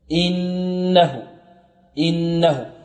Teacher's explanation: همزة مكسورة كسرا خالصا بدون صوت من الخيشوم، بدون مط وبدون مد